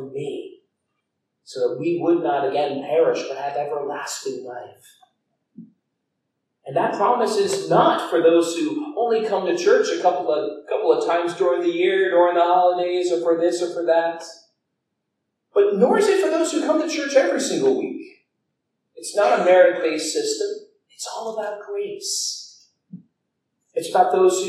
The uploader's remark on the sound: Due to a technical error the audio was recorded through the camera itself and not our soundboard, resulting in a lower quality audio than we prefer to put out.